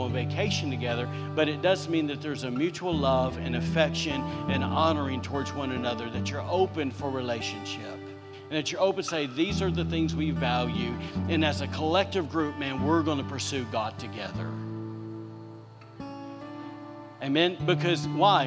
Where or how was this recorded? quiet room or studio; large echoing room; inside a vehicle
large echoing room